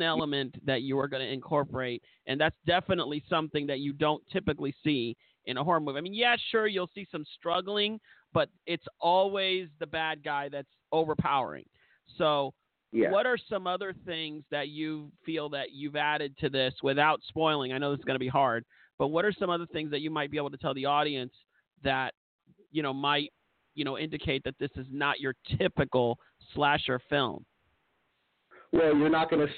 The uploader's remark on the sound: a LIVE Call